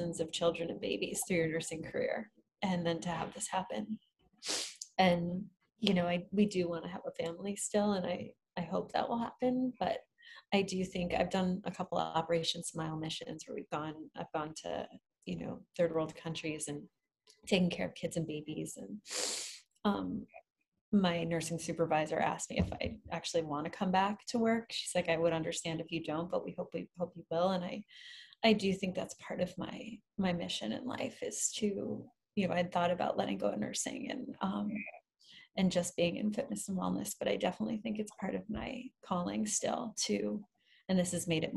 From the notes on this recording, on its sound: We recorded this podcast over zoom a few months ago.